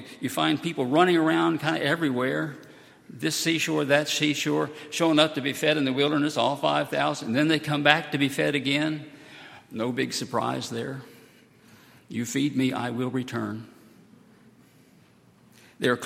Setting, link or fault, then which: setting, large echoing room